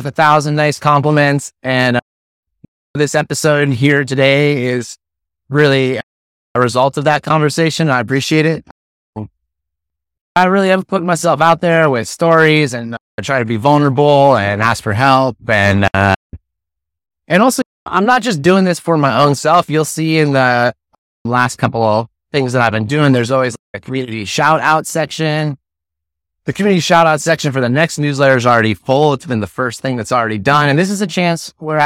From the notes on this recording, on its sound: Recorded straight from my tricked-out mobile podcasting lair—yes, my truck on Hornby Island